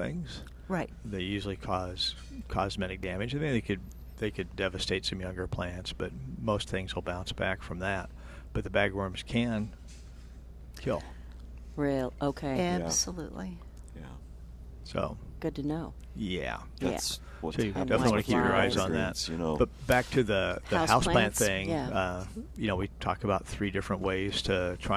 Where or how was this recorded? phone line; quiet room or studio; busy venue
busy venue